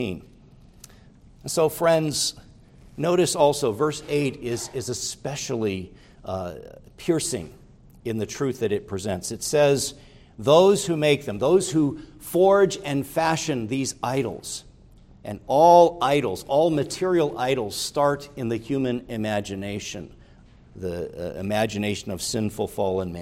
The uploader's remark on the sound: preached at Grace Orthodox Presbyterian Church in Sewickley, PA, during the evening Worship Service on Sunday, July 2, 2023.